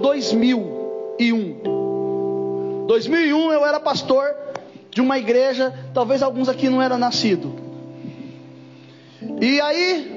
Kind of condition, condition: setting, large echoing room